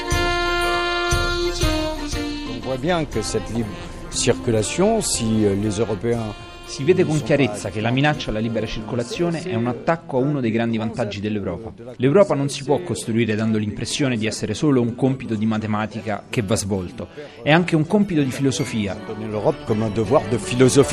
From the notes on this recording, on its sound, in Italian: In diretta dalla riunione dei Presidenti dei Parlamenti europei